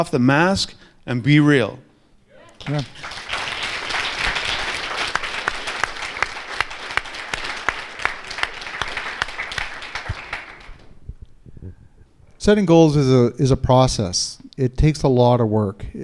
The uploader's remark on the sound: in front of a live studio audience